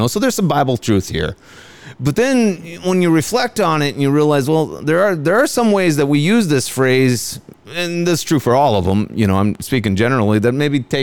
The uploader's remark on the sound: Coming to you from the 102nd Cedar Falls Bible Conference!